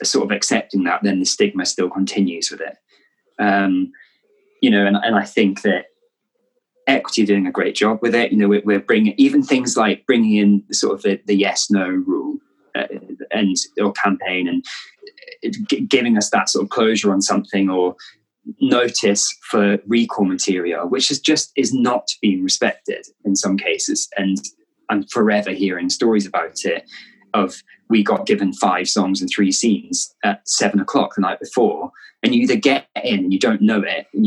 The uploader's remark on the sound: This was recorded in early May 2020 over zoom.